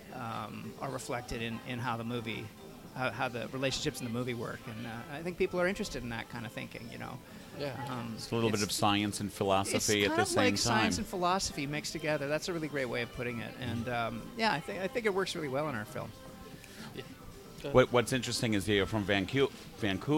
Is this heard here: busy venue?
yes